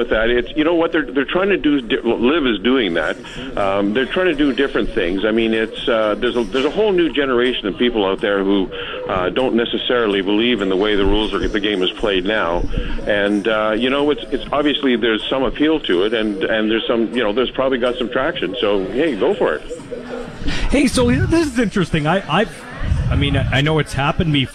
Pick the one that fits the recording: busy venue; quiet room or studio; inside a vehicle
busy venue